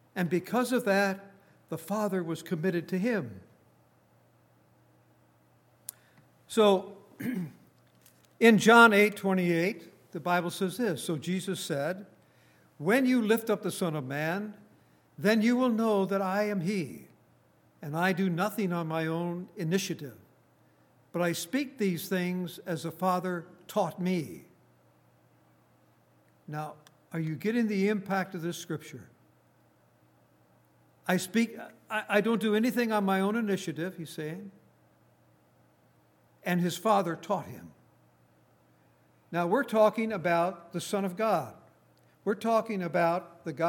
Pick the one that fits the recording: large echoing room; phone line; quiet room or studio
large echoing room